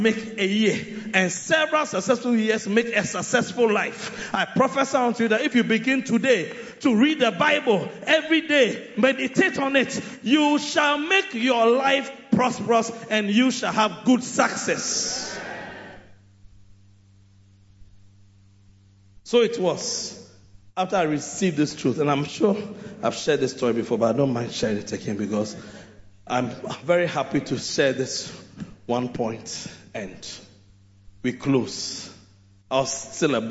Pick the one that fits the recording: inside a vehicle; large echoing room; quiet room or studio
large echoing room